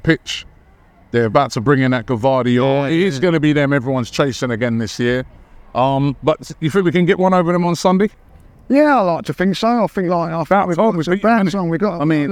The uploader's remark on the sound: Special Live From Arsene Wenger Statue Unveiling!